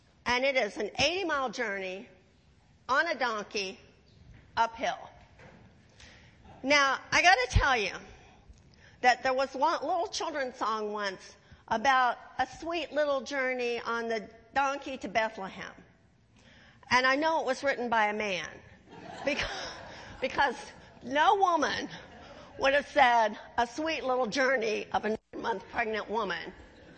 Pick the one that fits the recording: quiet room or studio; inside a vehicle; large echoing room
large echoing room